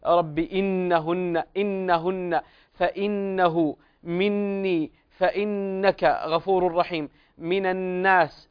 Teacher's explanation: لابد أن نعطي الغنة حقها وهي تغن بمقدار حركتين